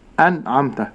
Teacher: فهنا نون ساكنة بعدها عين فتظهر النون إظهارا بين